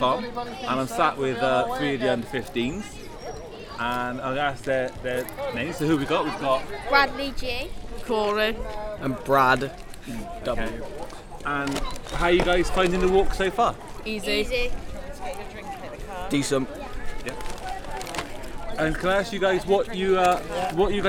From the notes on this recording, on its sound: About 120 members of Fry Club JFC as they walk from Somerdale Pavilion to local beauty spot Kelston Round Hill, and back; a distance of just over ten miles. Thoughts are added by some parents, as well as a few of the players.